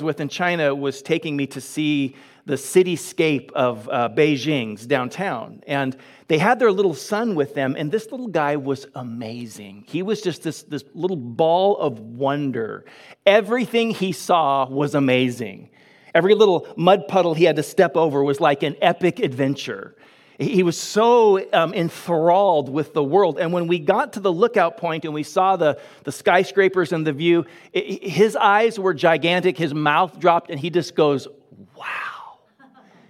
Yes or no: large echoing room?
yes